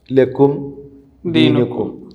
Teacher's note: ഇവിടെ ലക്കും ദീനുക്കും എന്നീ രണ്ട് സ്ഥലങ്ങളിലും മീമിൻ്റെ ഉച്ചാരണത്തിൽ ഒരിക്കലും ഉന്നത്ത് വരേണ്ടതില്ല. ഒരു പക്ഷേ ലക്കും ദീനുക്കും വലിയ ദീൻ എന്നൊക്കെ ആരെങ്കിലൊക്കെ ഓതിയിട്ടുണ്ടെങ്കിൽ അത് തെറ്റാണ് എന്ന് എന്തായിരുന്നാലും പറയാൻ കഴിയും. · Term: ഇൽഹാർ